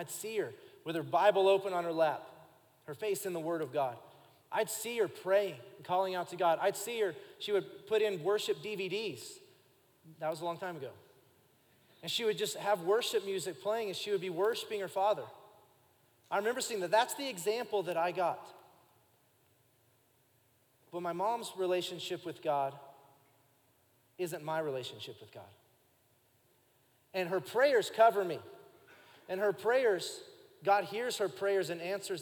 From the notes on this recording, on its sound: Recorded live during our Sunday morning service